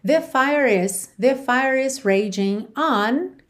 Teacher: fire não tem o E pronunciado, certo? Você termina no som do R. Então, aqui você já vai ligar no is.